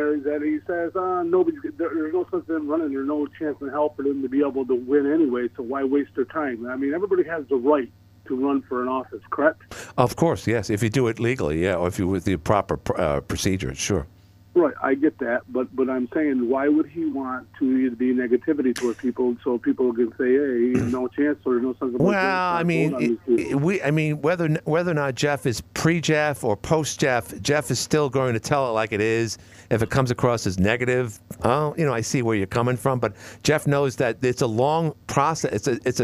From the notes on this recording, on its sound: Councilwoman called. Including two callers who are auditing petitions for Watertown city council races.